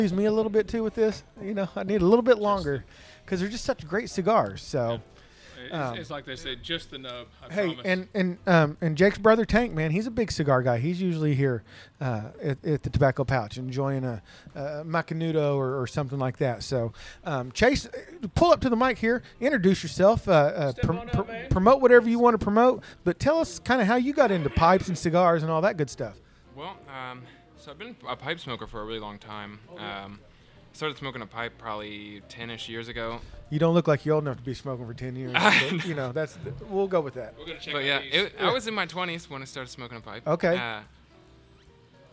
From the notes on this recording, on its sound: Live from the Tobacco Pouch in Tulsa, OK. Our 1st live recording from a cigar shop.